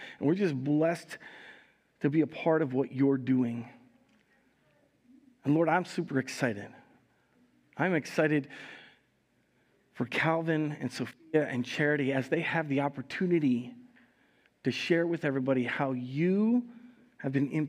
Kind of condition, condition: setting, large echoing room